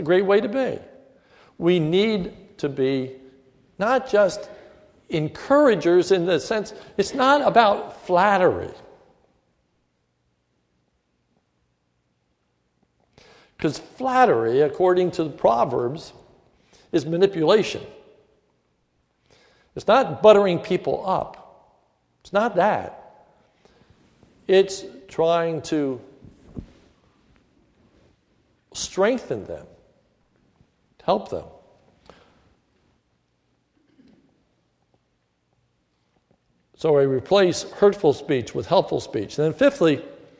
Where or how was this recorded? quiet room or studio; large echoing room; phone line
large echoing room